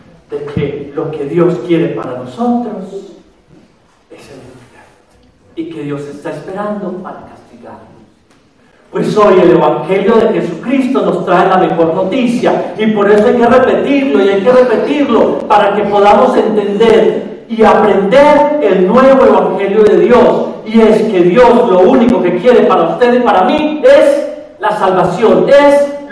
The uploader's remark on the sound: The audio files are Sunday mass homilies from Our Lady of Purification Church (Spanish) in Dona Ana, N.M.